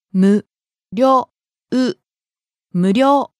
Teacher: Starting low, rising on the second syllable. り Staying high.